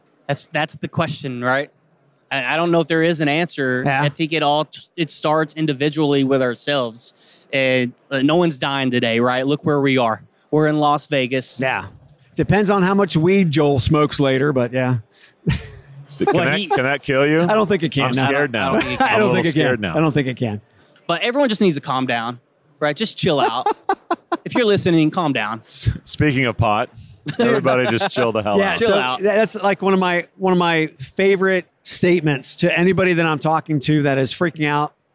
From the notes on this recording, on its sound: Live from UNLEASH America in the Workhuman booth